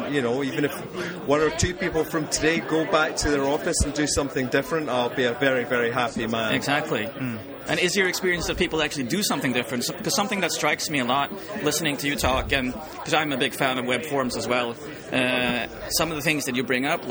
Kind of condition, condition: setting, busy venue